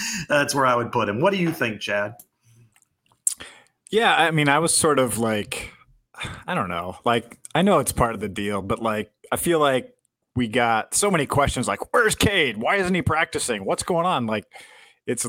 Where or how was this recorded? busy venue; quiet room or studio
quiet room or studio